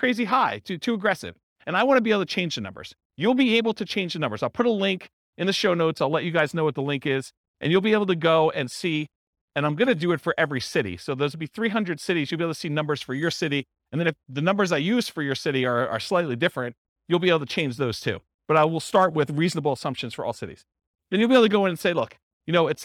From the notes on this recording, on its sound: This was a live class recorded